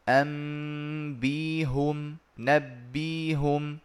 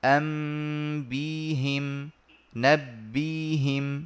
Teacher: ويجوز لي كسر الهاء لتناسب الياء · Shown in: second take